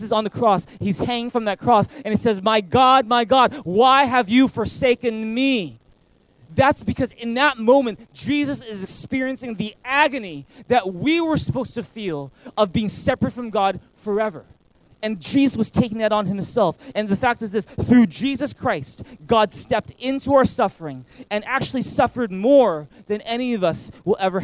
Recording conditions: large echoing room